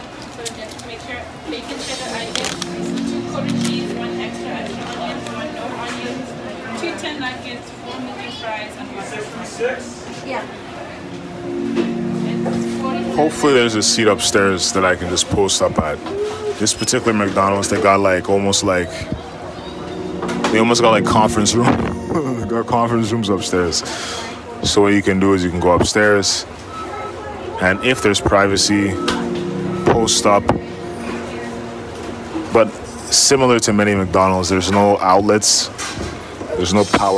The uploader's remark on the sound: Chilling in line and entertaining myself by recording excessively.